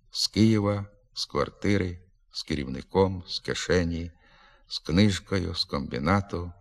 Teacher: Як префікс, так і прийменник «з» перед глухими приголосними послідовно оглушується, тобто переходить у звук «с». · А вимовляємо на місці прийменника «з» глухий «с».